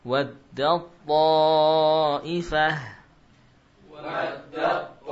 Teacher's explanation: Langsung ke huruf to, ya. Ta-nya hilang. Sifat tarkiknya hilang, sifat hamasnya hilang. · Term: idgham kamil